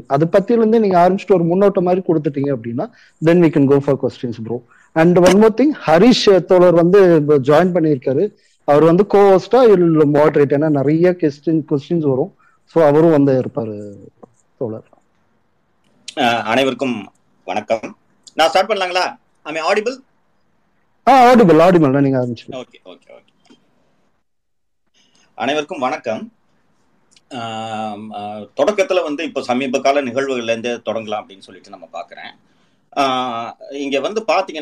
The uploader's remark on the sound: Recording of Twitter Spaces Session